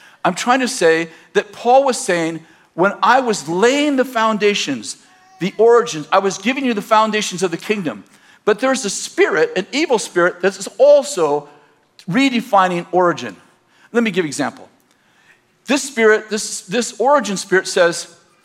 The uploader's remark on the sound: In this message from June 23rd, 2019, at Bethel Church in Redding, CA